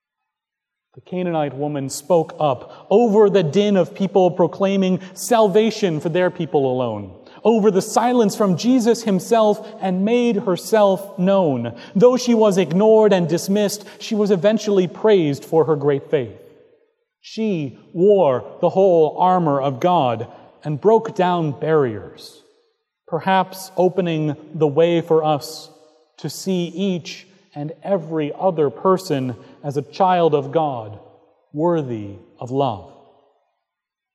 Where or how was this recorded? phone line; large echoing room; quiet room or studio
large echoing room